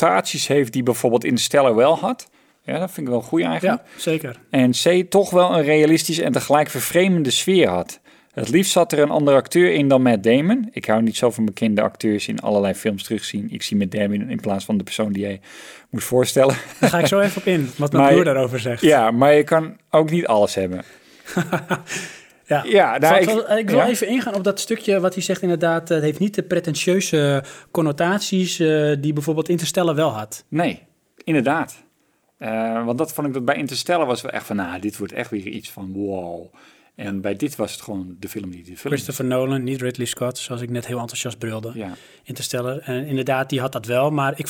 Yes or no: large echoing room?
no